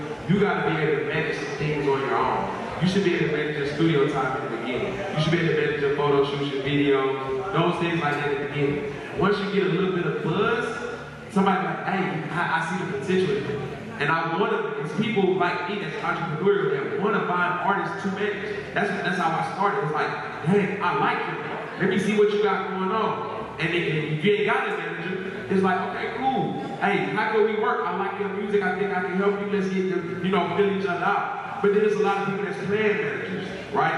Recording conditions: live audience